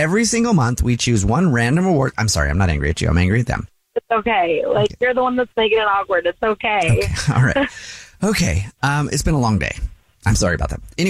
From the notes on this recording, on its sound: A listener on the phone who called in thinks she may be.